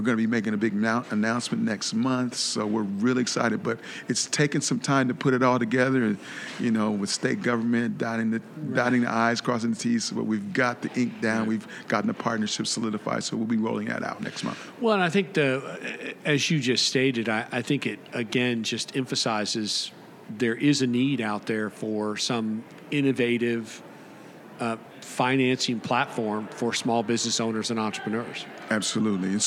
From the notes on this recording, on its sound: This and the following segments were recorded at this year’s annual JMI Small Business Leadership Conference hosted at Loews Sapphire Falls Resort . This and the following segments were recorded at this year’s annual JMI Small Business Leadership Conference hosted at Loews Sapphire Falls Resort .